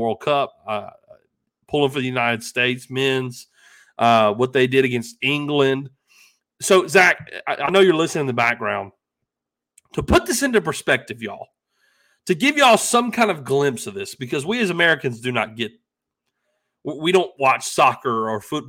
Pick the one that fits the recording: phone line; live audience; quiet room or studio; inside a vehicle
quiet room or studio